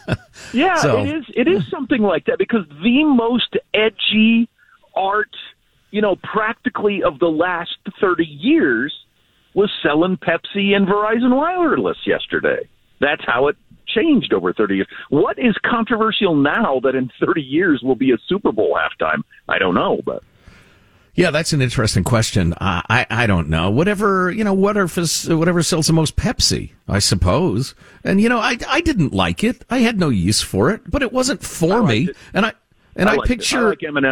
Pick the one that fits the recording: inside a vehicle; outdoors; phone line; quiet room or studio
phone line